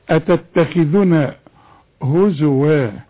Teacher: الخاء المكسورة آخر درجات التفخيم